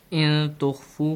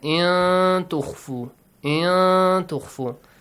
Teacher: In Ikhfa, you should hide the sound of Nun Sakin or the Tanween and produce a nasal sound.